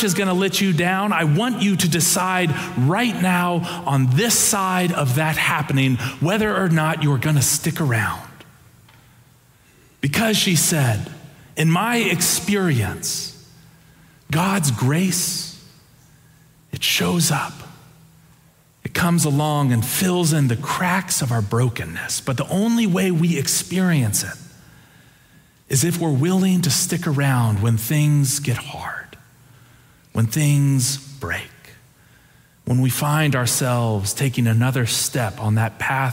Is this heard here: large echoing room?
yes